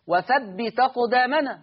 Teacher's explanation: شيلوا الهمزه وحطوا الفتحه على التاء · Term: النقل